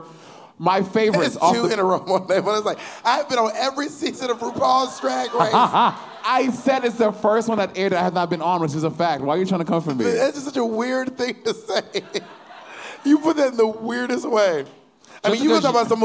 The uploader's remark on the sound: This week the girls are LIVE at Sony Hall